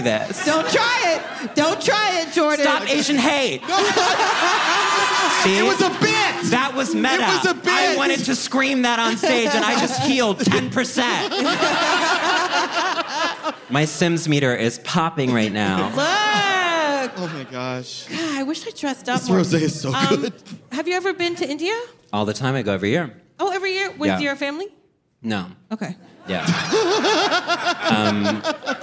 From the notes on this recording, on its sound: In this live episode of Adulting